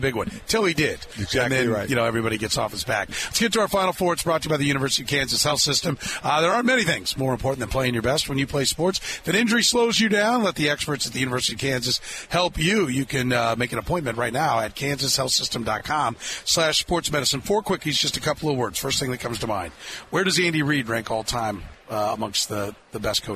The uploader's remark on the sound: Thursday's Program was once again live from Radio Row in Las Vegas.